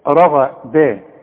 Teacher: الراء عندك مفخمة، الغين مفخمة، الدال رؤيئة، شوف رغدا خلاص.